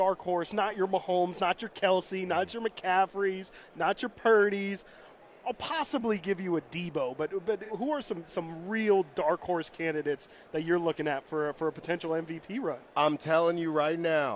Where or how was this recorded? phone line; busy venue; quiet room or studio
busy venue